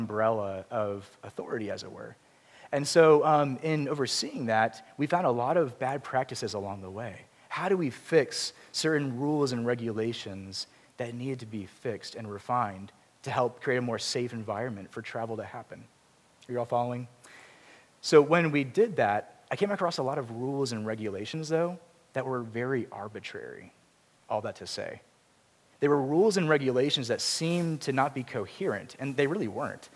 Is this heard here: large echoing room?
yes